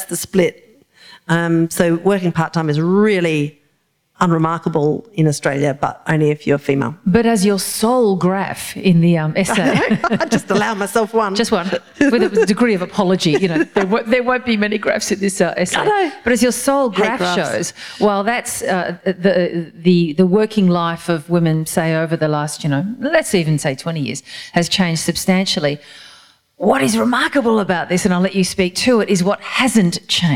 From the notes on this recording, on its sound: This is a live recording from our event.